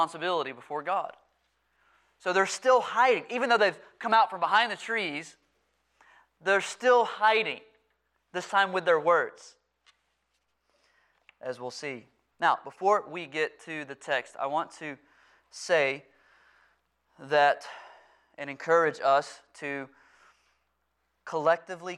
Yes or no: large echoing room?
yes